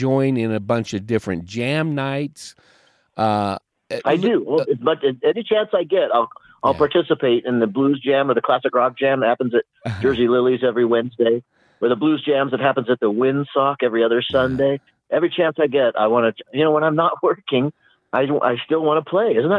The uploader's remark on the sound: They talk over the phone from the Mile High Mobile Studio (a truck in the driveway).